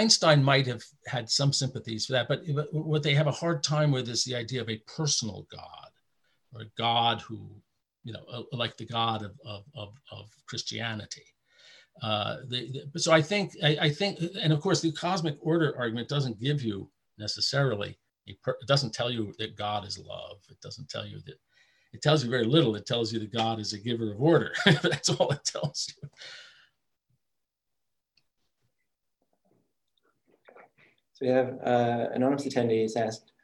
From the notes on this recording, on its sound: A webinar lecture. Presented by the Harvard Catholic Forum and the Lumen Christi Institute.